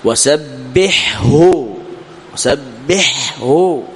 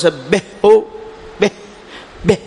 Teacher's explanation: طيب هنا ينتبه في قوله وسبحه، ينتبه من إدغام الحاء في الهاء، يعني لا تدغم الحاء في الهاء، وإنما وضح، أبن الحاء، بينه، أظهره · Shown in: first take · Term: تظهر الحاء